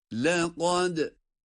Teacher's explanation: Kaf kalın, dal ince.